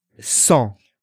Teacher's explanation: The other word we have is sang, which is blood, S-A-N-G, but there's no G pronounced. It's just sang.